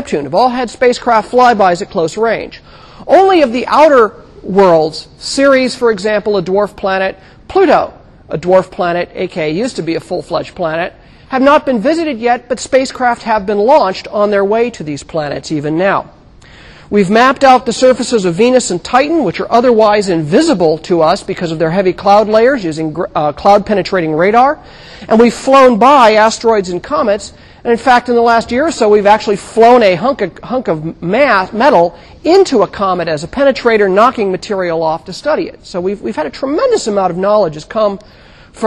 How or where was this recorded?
large echoing room